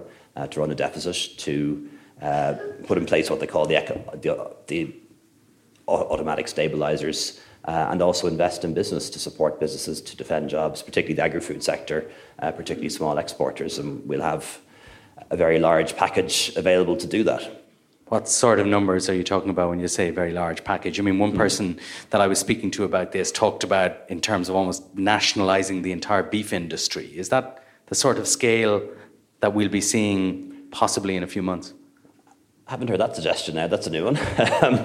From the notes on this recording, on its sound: The interview was recorded live at the MacGill Summer School.